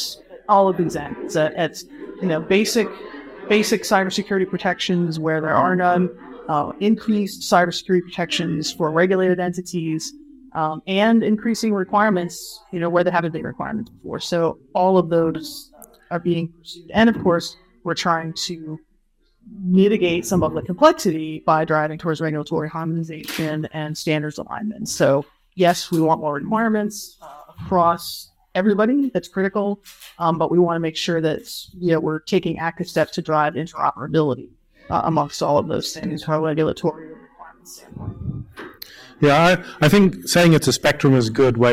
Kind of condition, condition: setting, busy venue